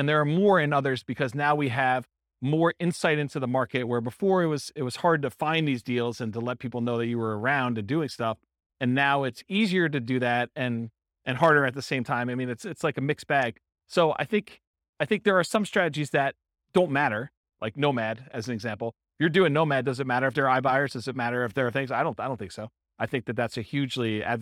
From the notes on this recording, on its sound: This was a live class recorded. In Ventura, California.